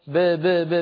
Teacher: أب من الشفتين فقط لا تتبعي القلقلة بهمزة